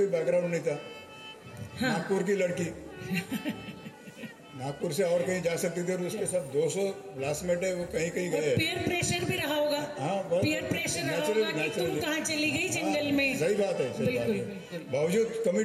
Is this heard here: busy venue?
yes